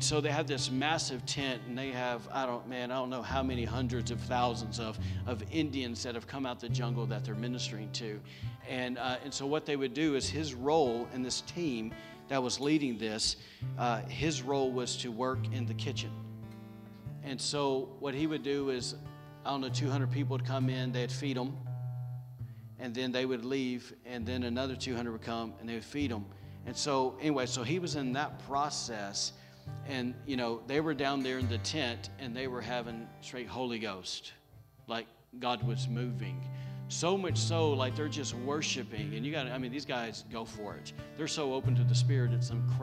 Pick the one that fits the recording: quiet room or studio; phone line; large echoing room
large echoing room